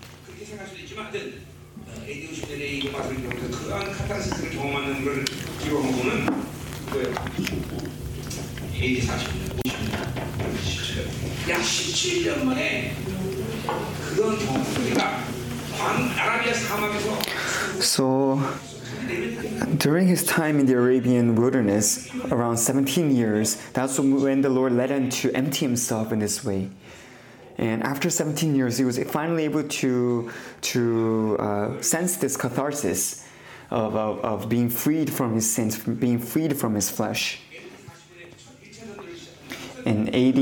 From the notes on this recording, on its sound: 2023 New Years Conference. Conference sermon.